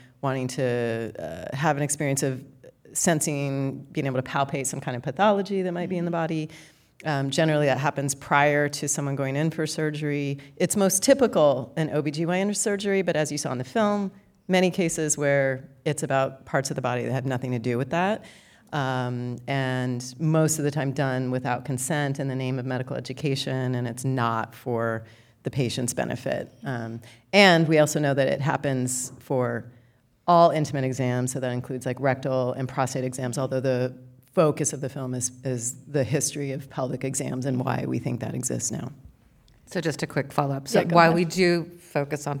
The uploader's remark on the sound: LIVE! From the Chagrin Documentary Film Festival